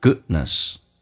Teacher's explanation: D 不用发音，两个辅音在一起就用发后面一个，如果 D 前面是元音的话就要气流阻塞一下，变成 goodness。